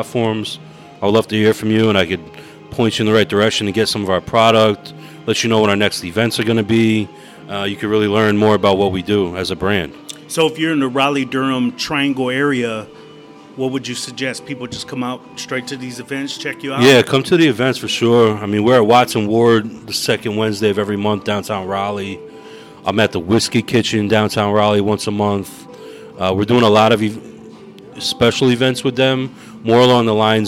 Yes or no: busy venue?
yes